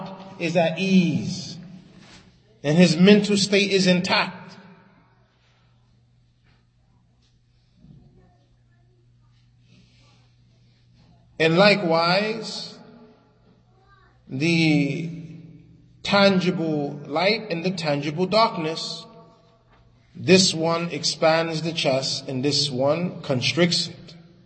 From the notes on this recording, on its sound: Lecture given at Masjid Nur Allah, Queens, NY